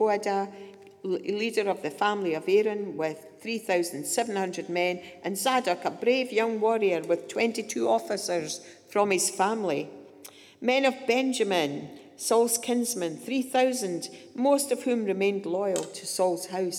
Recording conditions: live audience